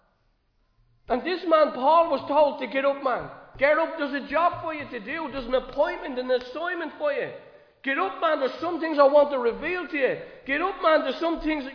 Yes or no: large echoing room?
yes